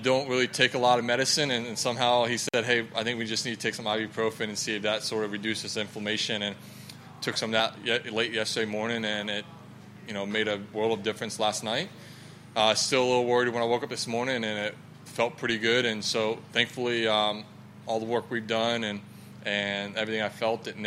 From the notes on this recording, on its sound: LIVE From The PGA Show. Broadcasts live from the Fashion Lounge at the 69th PGA Show.